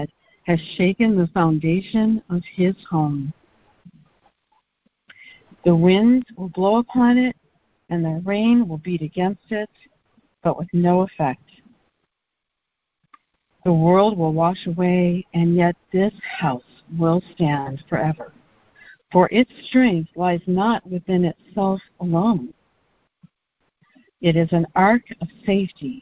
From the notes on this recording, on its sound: ACIM Daily Conference Call